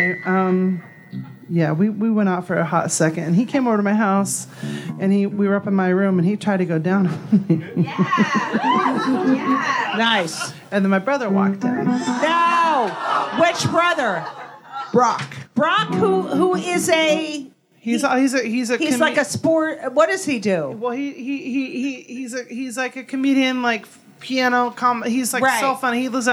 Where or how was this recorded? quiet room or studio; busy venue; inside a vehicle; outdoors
busy venue